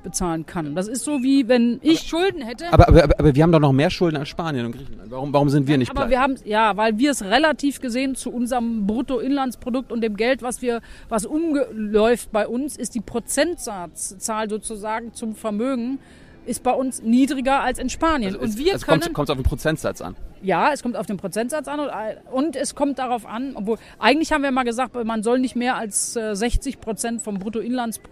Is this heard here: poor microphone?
no